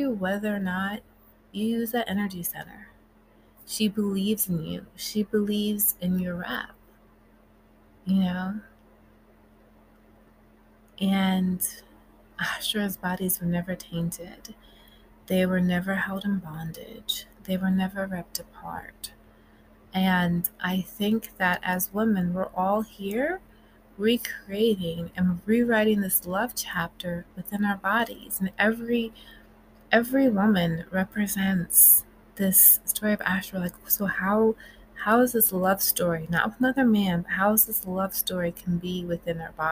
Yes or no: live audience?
no